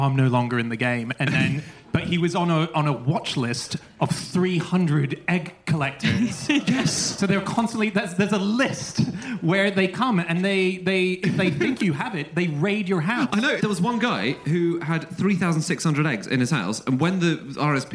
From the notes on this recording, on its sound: Live from Oxford